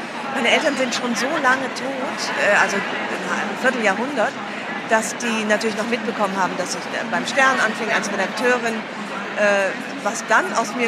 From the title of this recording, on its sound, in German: live von der Frankfurter Buchmesse